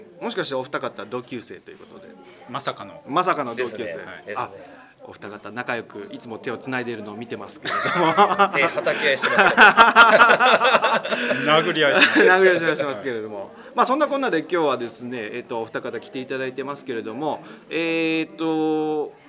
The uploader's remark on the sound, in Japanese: 今回は泉が丘の春野温泉さんでの収録。温泉らしく、施設内の卓球台とマージャン卓の上で録音するという情緒あふれる回になってい。